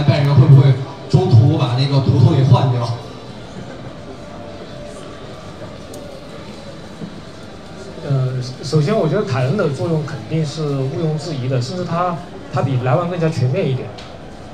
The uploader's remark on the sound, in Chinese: 本期节目为《足球第一视角》8月26日线下见面会的现场录音，保留了稍有些嘈杂的背景音。